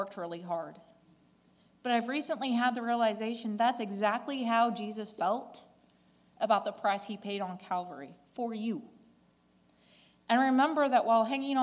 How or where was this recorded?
large echoing room